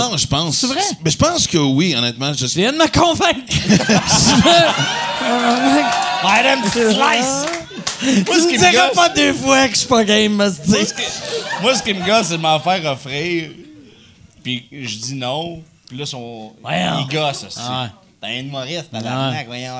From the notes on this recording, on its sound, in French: enregistré au Bordel